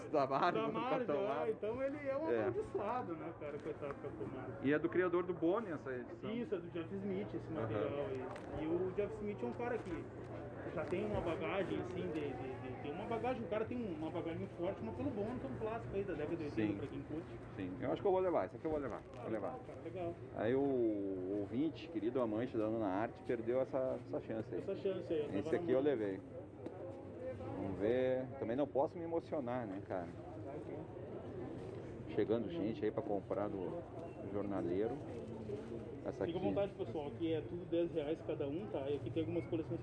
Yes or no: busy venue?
yes